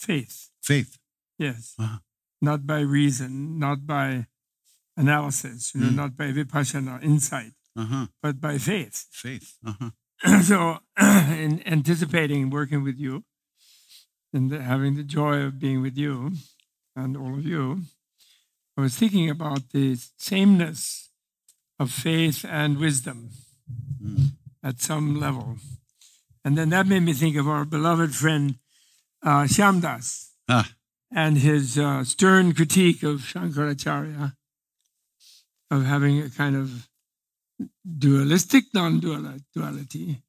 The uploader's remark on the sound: live on stage